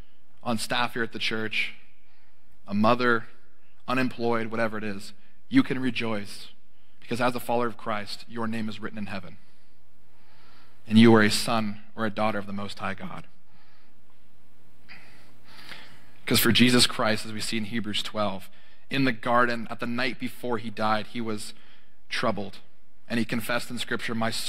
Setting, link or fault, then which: setting, large echoing room